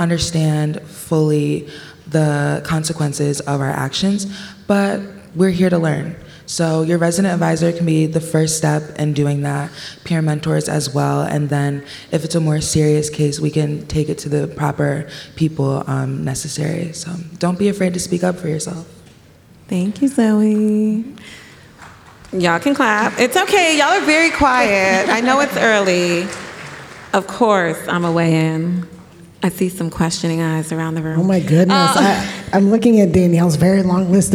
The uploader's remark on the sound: For the podcast's very first live show! Recorded before an audience of 1,200 incoming students at Southern Connecticut State University in New Haven. Plus, we take live questions from our engaged audience!